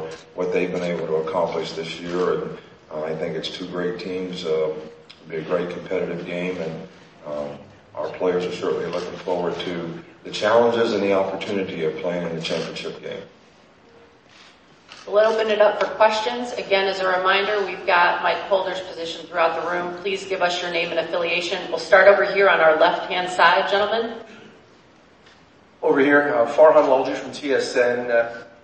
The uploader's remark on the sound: fielded questions in the Grand Ballroom of the Sheraton Atlanta Hotel